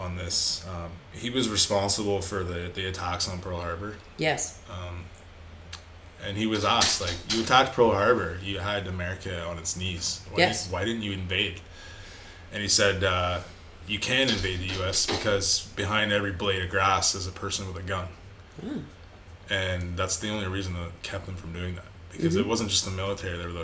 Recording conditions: sounds in the background